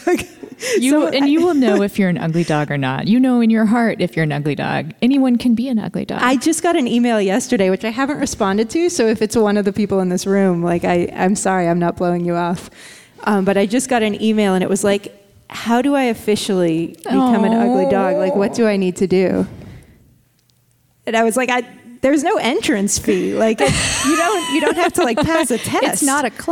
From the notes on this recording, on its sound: At Cap Times Idea Fest in Wisconsin in front of a live studio audience.